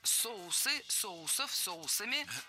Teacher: Ударение в слове «соус» всегда должно сохраняться на первом слоге.